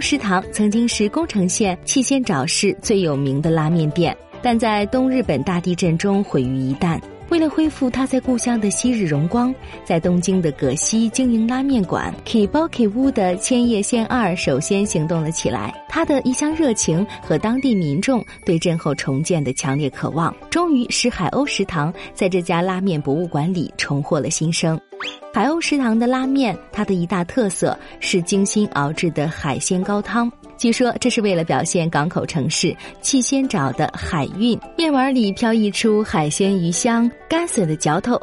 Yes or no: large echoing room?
no